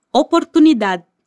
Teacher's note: La D al final de las palabras casi no suena